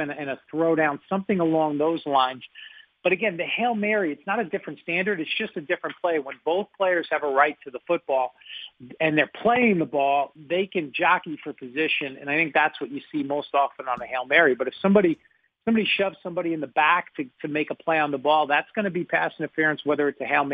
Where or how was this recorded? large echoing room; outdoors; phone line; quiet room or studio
phone line